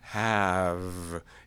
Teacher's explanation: if I'm heading towards a fricative, especially a voiced fricative, have, it's easier to make that vowel longer